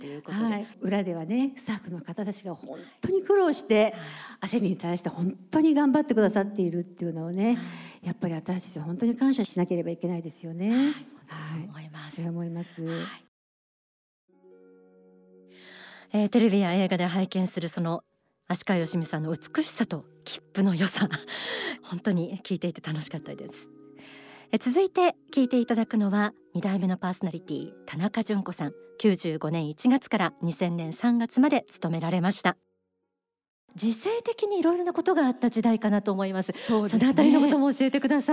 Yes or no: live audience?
yes